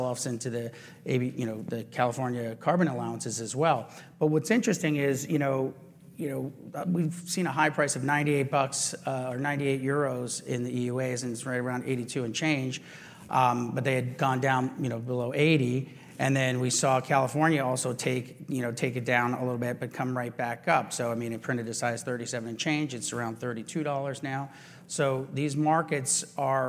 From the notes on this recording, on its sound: Panel discussion. Recorded at the Reuters Event’s USA Commodity Trading 2022 in June.